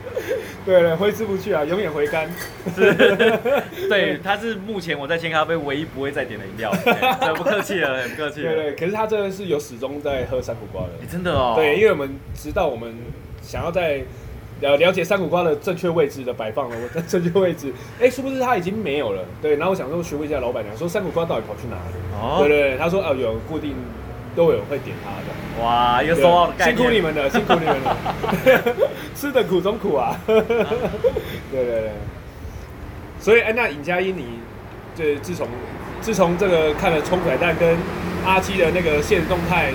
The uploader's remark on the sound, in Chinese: 錄音地點：牽咖啡 Chen Coffee